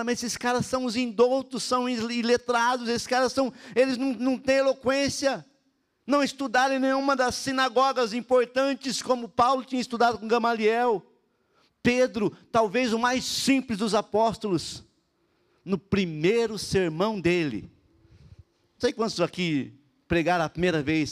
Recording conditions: large echoing room